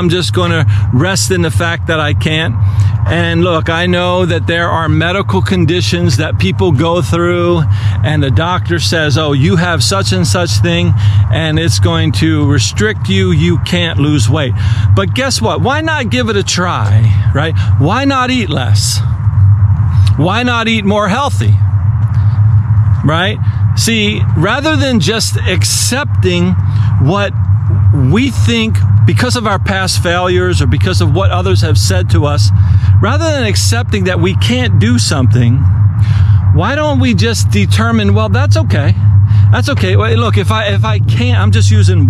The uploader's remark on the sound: The audio was recorded outdoors of a GoPro.